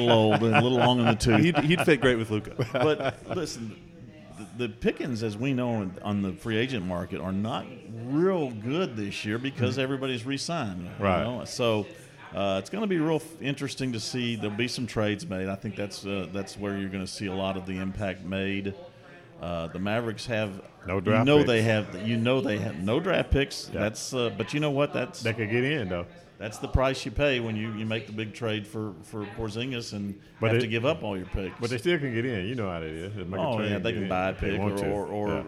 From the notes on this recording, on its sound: Thank you to Gus's Fried Chicken for allowing us to record in their restaurant!